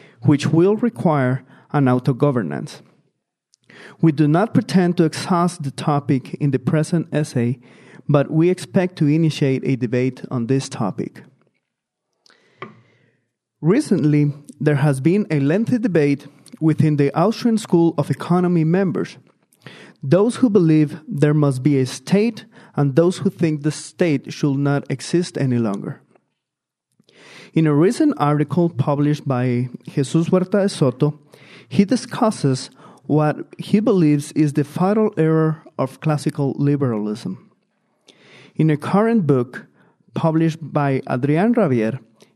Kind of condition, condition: setting, large echoing room